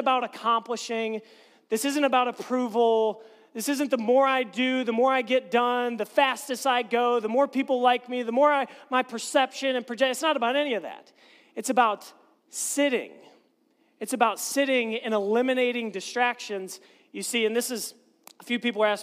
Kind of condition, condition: setting, large echoing room